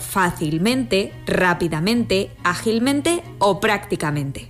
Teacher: La acentuación de los adverbios acabados en mente es un curioso fenómeno de nuestra lengua. Estas palabras presentan excepcionalmente dos acentos prosódicos, es decir, cuando las pronunciamos le damos mayor intensidad a dos sílabas, a diferencia de lo que sucede con la mayoría de las palabras, en las que se pronuncia con más fuerza una única sílaba.